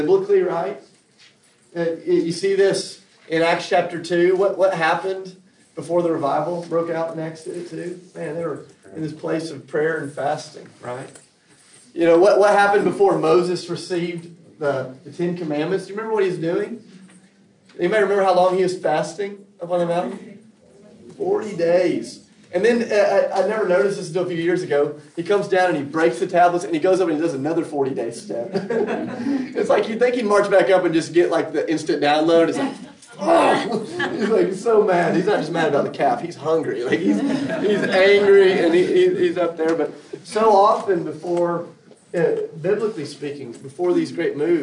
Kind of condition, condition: setting, live audience